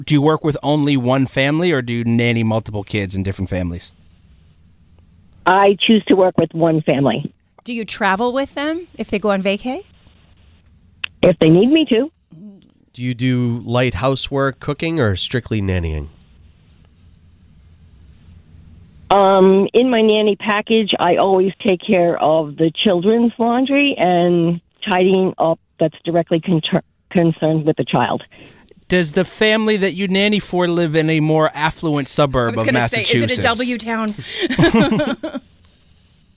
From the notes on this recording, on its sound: People called in anonymously